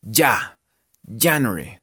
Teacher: en inglés, la J no suena como una J, sino suena como una Y